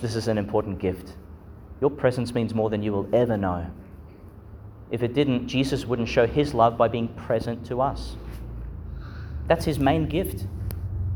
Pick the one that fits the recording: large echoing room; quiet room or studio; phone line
large echoing room